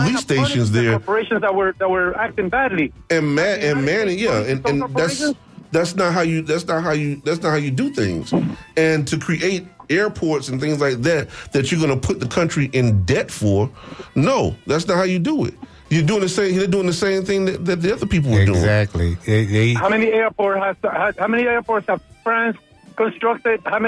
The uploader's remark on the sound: unique magazine format call-in show